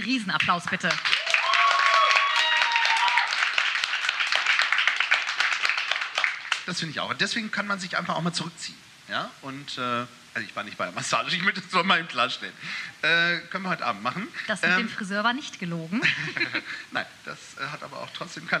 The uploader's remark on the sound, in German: Beim Cross Media Festival des Jugendrotkreuzes Niedersachsen zu Gast sind! Im Haus des Jugendrotkreuzes in Einbeck. In der stimmungsvollen Blockhütte einen Live Podcast vor tollen JugendrotkreuzlerInnen aufnehmen. Wir bitten die Tonaufnahme zu entschuldigen.